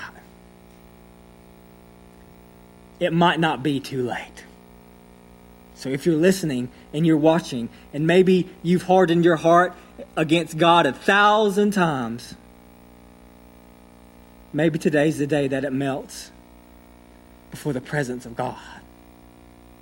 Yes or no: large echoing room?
yes